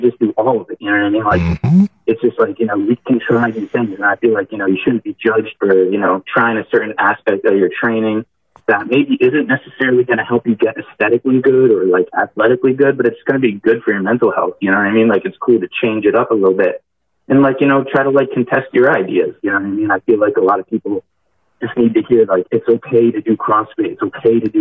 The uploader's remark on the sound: CALL IN SHOW